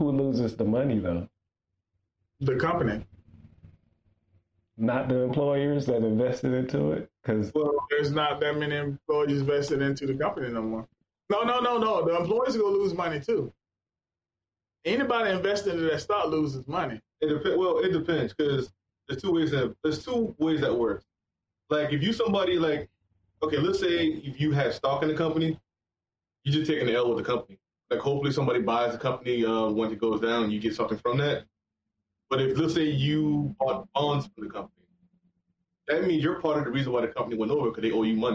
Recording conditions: poor sound quality